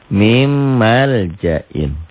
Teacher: Min malja'in dalam tulisan. Dalam bacaan, dalam bunyi, N-nya berubah jadi M toh. N-nya jadi double M. · Term: idgham biguna